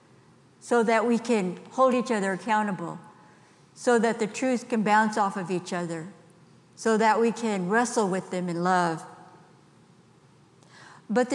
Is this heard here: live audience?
yes